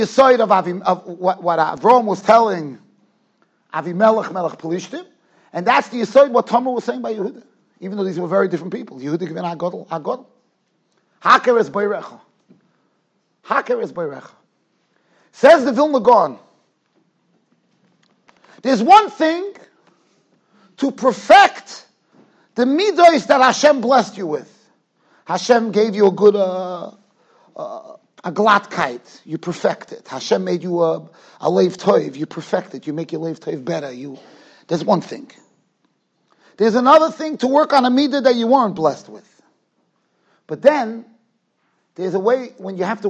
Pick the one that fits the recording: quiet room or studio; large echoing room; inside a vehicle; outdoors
large echoing room